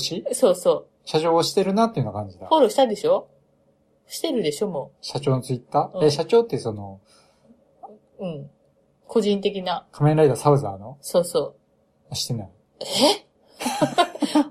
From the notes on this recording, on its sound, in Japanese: 何かとお聞き苦しいところもあるかと思いますが